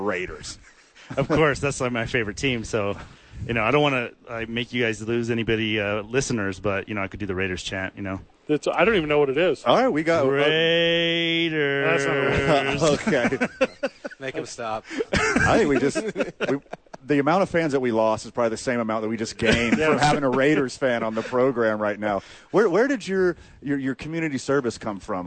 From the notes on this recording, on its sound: Live from The Albuquerque Duke Store.